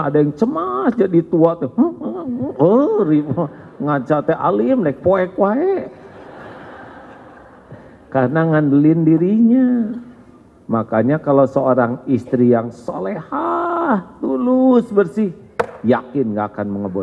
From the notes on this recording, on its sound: live dari Masjid TSM Bandung